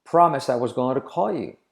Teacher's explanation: Going to se convierte en goero